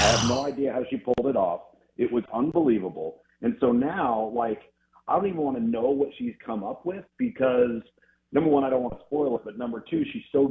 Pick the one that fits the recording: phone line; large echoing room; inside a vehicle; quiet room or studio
phone line